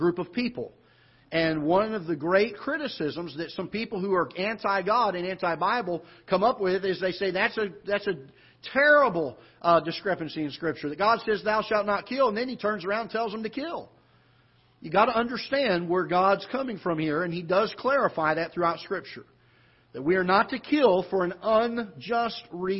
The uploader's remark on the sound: Ketha Heights Baptist Church ~ Live Broadcast